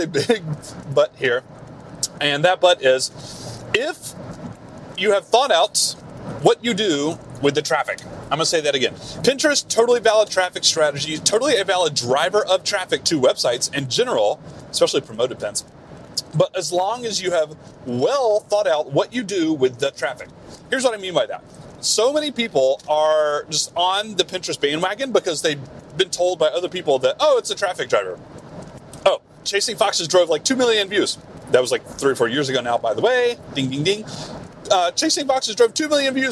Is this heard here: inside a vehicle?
yes